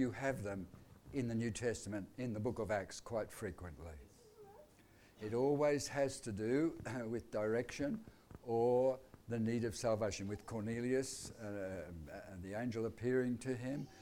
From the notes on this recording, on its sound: Audio sermon recorded live at Annual Family Church Camp 2020 at Phillip Island, Victoria, Australia.